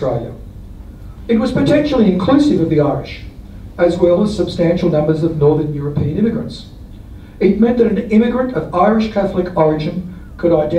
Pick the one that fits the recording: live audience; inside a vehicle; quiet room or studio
live audience